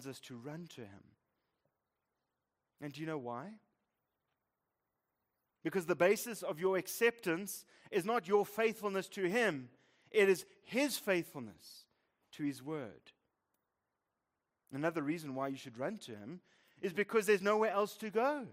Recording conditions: large echoing room